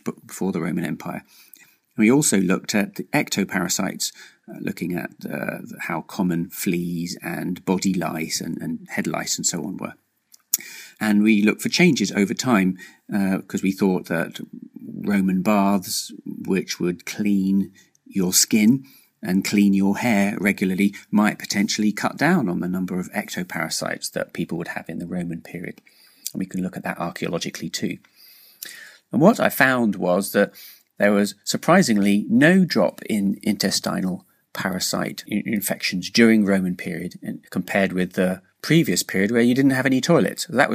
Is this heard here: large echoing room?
no